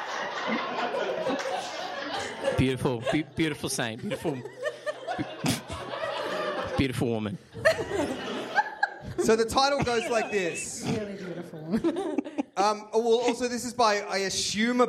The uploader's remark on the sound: Recorded live at Improv Theatre Sydney in Redfern. As well as to the incredible audience.